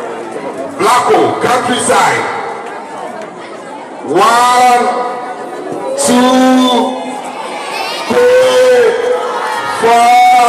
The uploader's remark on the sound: Sunyani Live Talent Show. A live, on the scene episode, recording of a local talent show. Featuring a dance competition amongst 7 year olds. Hear and feel the excitement of the crowd!